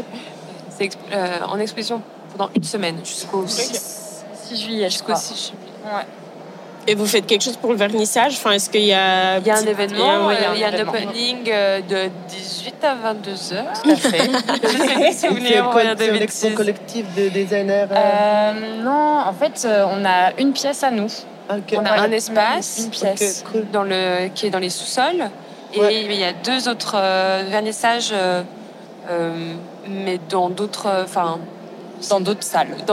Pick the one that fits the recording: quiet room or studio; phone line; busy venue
busy venue